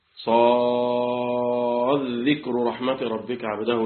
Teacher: والذال من رأس طرف اللسان مع رؤوس الثنايا العلي · Term: إدغام متقاربين صغير